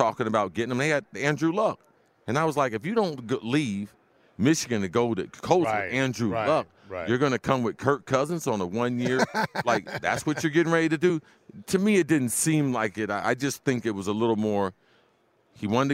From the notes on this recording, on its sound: live on Radio Row from Los Angeles